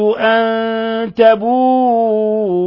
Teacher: أن تبوء، نون ساكنة جاء بعدها التاء، الحكم التجويدي إخفاء حقيقي